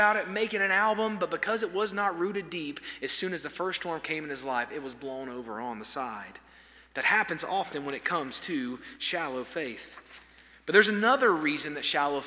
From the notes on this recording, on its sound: This sermon was delivered on September 27, 2023 at First Baptist Church Hendersonville, NC during the Wednesday night Bible study hour.